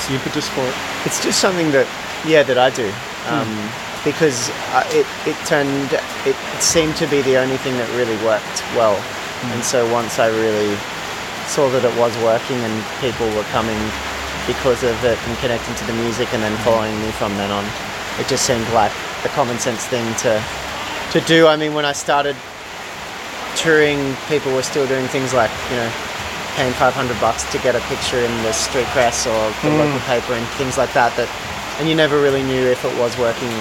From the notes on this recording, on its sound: outside the Lucky Bat Cafe, Nightcliff, Darwin, Australia